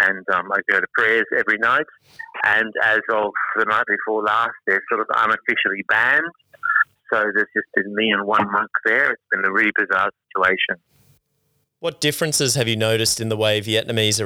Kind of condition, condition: link, phone line